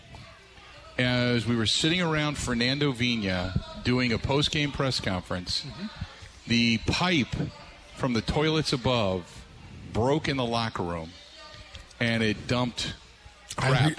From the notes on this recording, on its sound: joins him live at Steny's